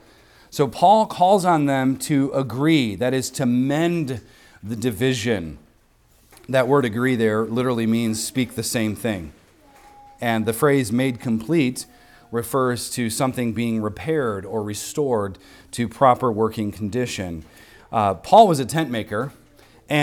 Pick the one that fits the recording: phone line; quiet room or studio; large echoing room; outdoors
large echoing room